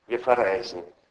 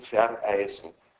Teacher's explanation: Da ist so ein neuer Stimmansatz drin. · Shown in: second take · Term: Knacklaut